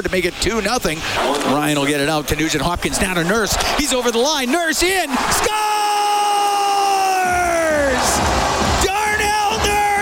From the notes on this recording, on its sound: Opens the show from Rogers Place.